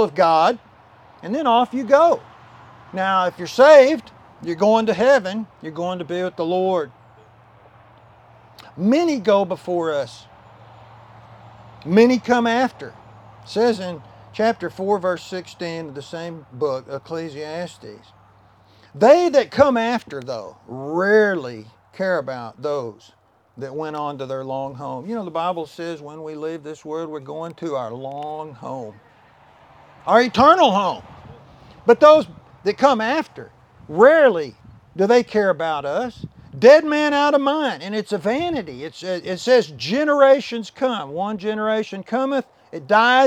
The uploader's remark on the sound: Land Dedication Service - outside at the new Cornerstone Baptist Church property.